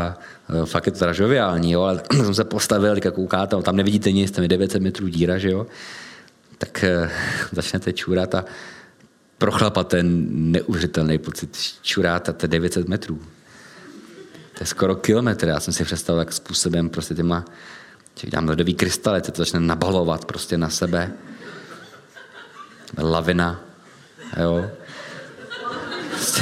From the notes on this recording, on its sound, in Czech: Science Café v prostorách společnosti Etnetera, hlavního partnera SC. Do dvou částí jsme proto rozdělili i zvukový záznam tohoto Science Café.